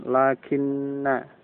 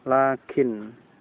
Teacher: Ini maksud khufifat lakinna. Jadi lakinna itu diringankan, yakni diucapkan menjadi lakin dengan sukun pada nun yang akhir itu.